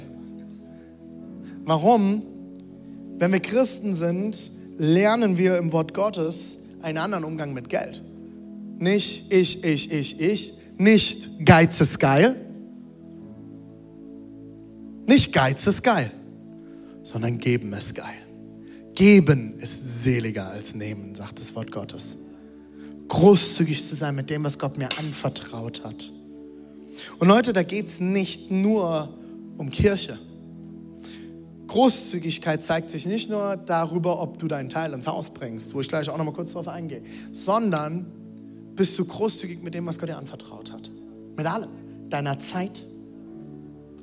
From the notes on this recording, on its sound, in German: Audiomitschnitt der Predigt